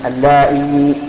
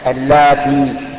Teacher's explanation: وذكرنا بل لم نذكر الليله الماضيه ان اللاء واللاتي يجوز فيها الاشباع، الاشباع يعني ان تمد الهمزه اللائي او تمد التاء اللاتي، وهذا تغير صفه للاداه، ليس تغيرا جوهريا بل هو تغير صفه، اما ان تمد الهمزه حتى يتولد منها ياء، او تمد التاء حتى يتولد منها ياء